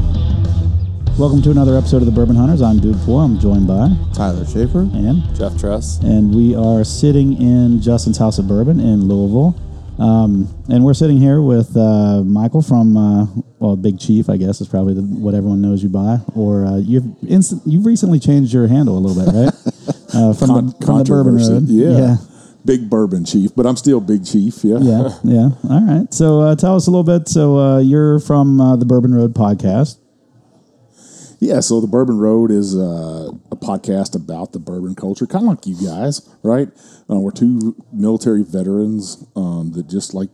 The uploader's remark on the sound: Justin's House of Bourbon in Louisville for hosting us while we recorded and setting us up in their back room